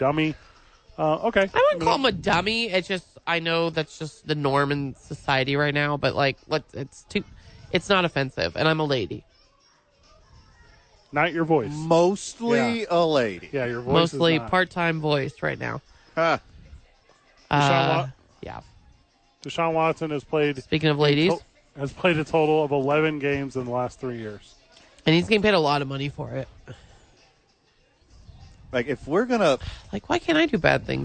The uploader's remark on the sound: live from ABQ AXE